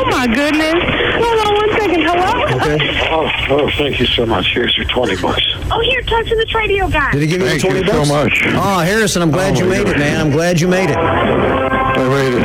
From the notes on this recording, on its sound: New Phony Phone Call